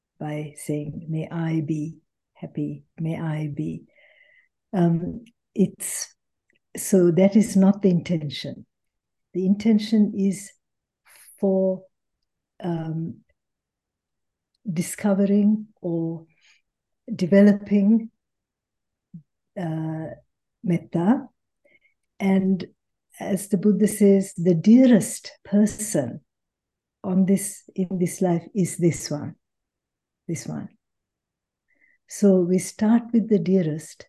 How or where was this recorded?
video call